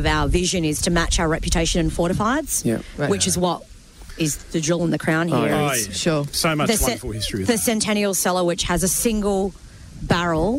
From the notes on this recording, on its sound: The Wine Show Australia went on the road to the Barossa Valley for a Live 3hr show from the Barossa Cellar.